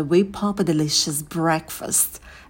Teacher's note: На звуке f в слове breakfast можно посидеть подольше.